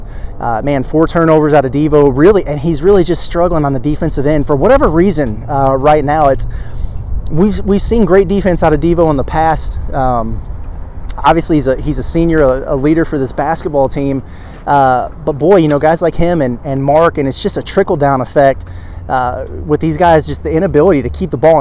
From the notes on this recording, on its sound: live reaction and takeaways outside Simmons Bank Arena